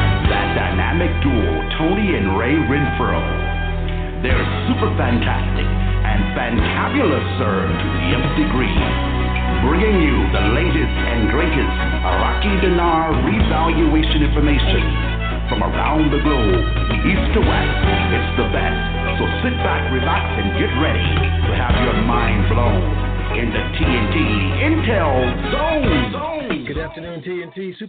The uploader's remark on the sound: TNTSuperfantastic Conference Call